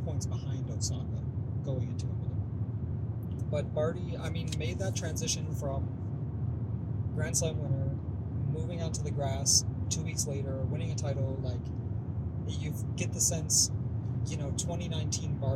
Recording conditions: inside a vehicle